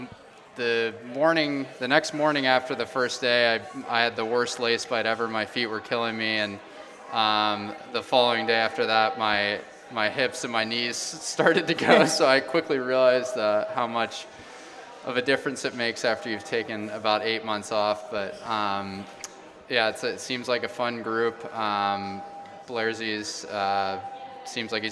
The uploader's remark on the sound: Live at Frothy Beard Brewing. Recording of the first live edition of the podcast. At Frothy Beard Brewing in Charleston.